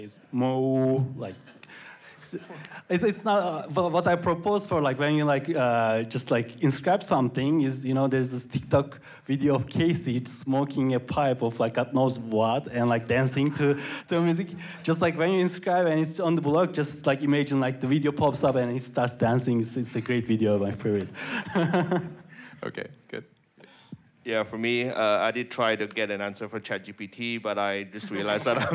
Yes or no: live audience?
yes